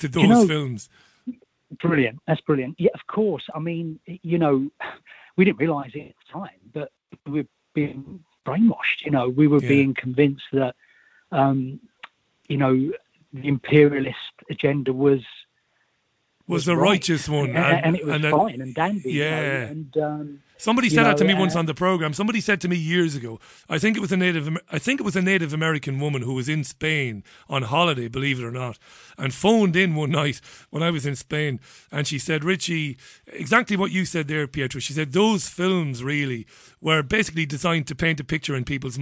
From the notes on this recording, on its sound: opened the phone-lines and took calls from all over the world